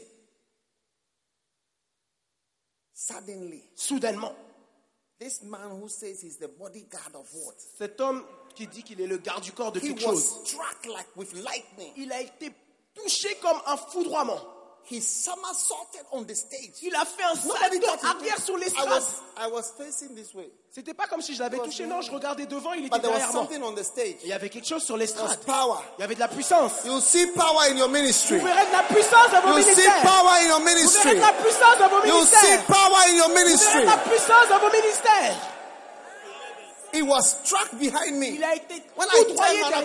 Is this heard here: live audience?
yes